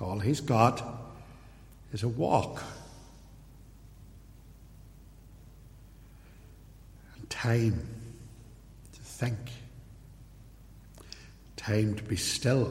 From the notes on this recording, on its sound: In this ancient sermon, preached at Templepatrick Reformed Church.